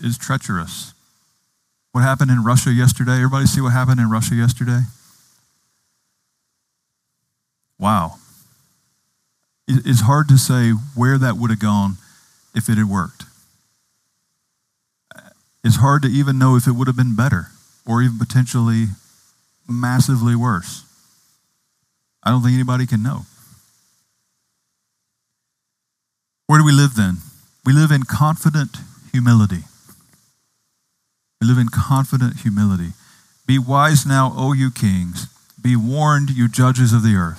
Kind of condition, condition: setting, outdoors